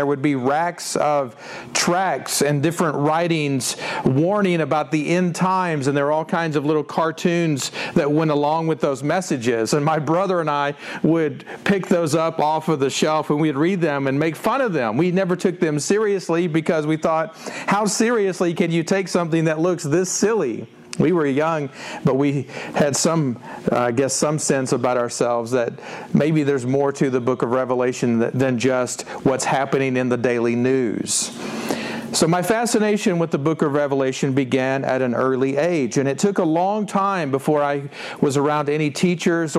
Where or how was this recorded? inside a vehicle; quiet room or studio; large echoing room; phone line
large echoing room